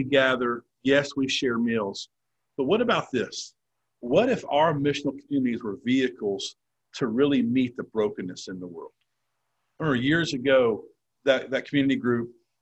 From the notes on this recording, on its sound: In this session on Zoom.